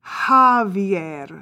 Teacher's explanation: whose name is spelled J-A-V-I-E-R, but in fact is pronounced with an H